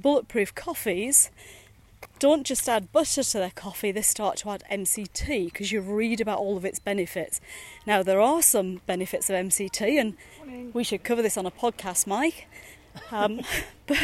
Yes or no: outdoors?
yes